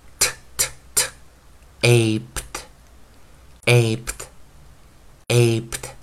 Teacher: 因为前方是 p，所以会把 d 变成清音化，t tt，aped，aped，aped。注意，老师念 put 这个音，aped，aped，aped。我们来看首音啊，在首音这个地方，因为 aped 所引导出来的生词这组韵音，第一个我们用的是 dr，dr，dr，draped，draped，draped。第二组 g，g，g，g。gaped, gaped,gaped，以及我们的 gr, gr, gr, gr, graped, graped,graped，以及我们的